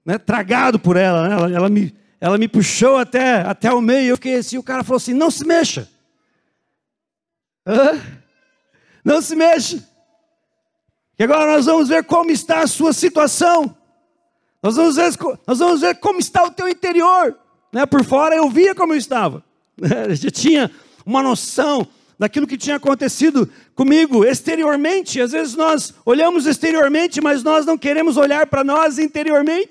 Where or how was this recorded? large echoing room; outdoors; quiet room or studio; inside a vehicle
large echoing room